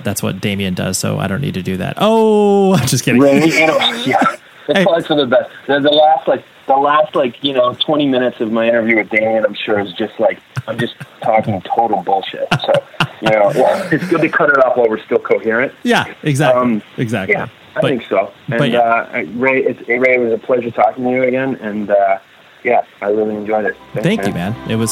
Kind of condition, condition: link, phone line